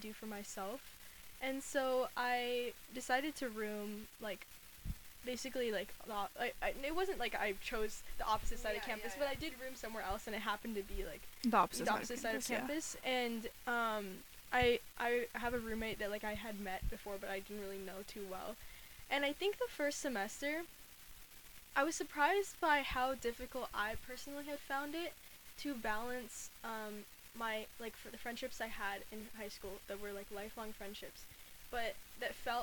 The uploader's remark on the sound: Sorry about the white noise in this episode : we're still figuring out mic stuff.